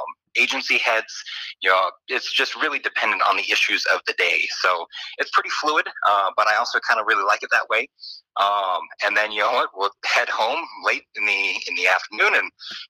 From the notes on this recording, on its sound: via telephone